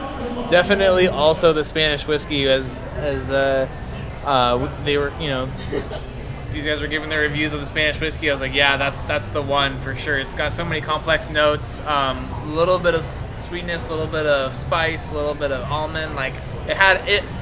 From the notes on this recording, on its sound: ON-SITE REVIEW AT VOM FASS Huntington Beach, ca. A visit to Vom Fass at Pacific City in Huntington beach, CA.